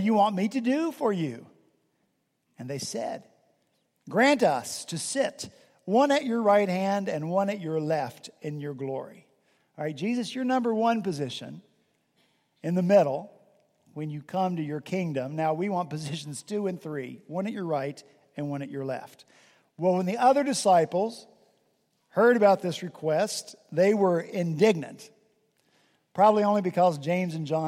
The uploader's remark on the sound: At Redeemer Presbyterian Church in Charleston, SC, our senior pastor preached from Deuteronomy 34:5-8.